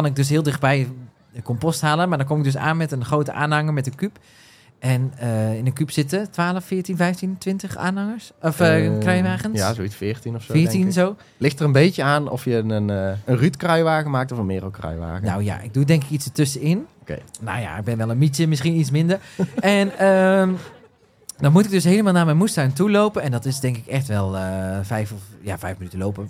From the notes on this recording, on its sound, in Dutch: live vanaf de moestuinbeurs in Beesd